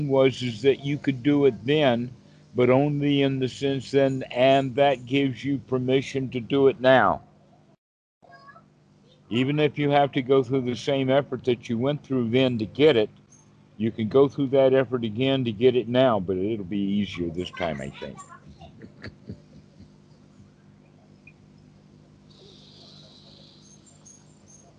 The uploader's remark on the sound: skype calls